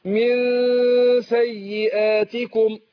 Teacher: أو الإخفاء النون عند السين من ساء. هنا إخفاء طبعا مع الغنة حركتين